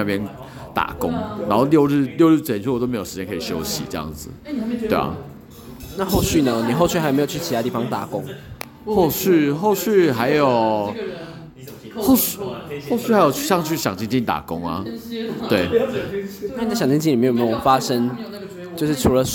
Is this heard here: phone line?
no